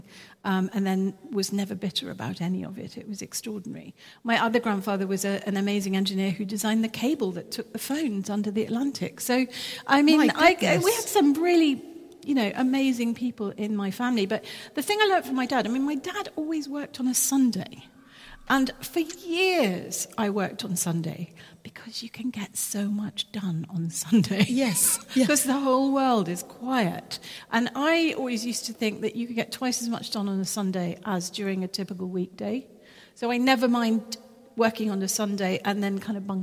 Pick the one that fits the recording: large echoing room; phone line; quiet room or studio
large echoing room